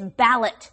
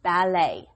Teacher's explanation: Okay, the T is silent. You don't pronounce the T because it's a French word · Shown in: second take